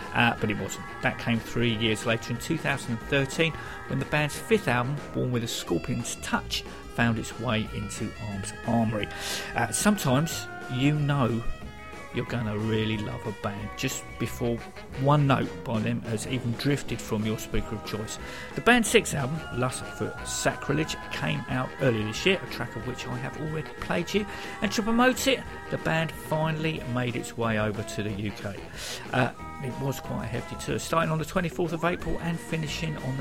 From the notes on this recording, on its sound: Recorded at The Fighting Cocks in Kingston-Upon-Thames. I had a choice of three live gigs.